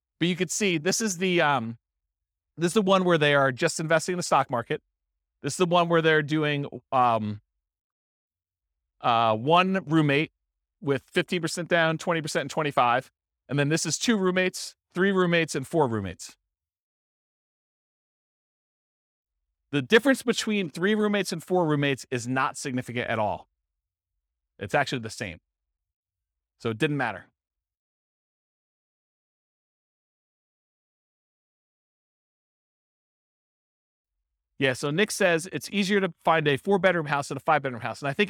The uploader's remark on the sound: This was a live class recorded